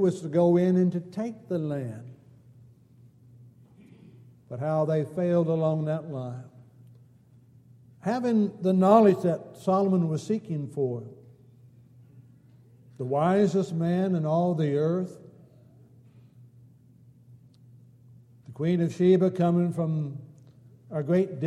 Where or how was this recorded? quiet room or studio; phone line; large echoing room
large echoing room